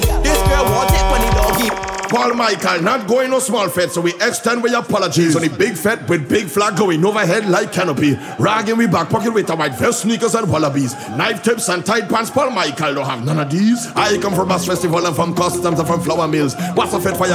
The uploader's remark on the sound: A live audio recording of my set at Island Saturdays on June 10th.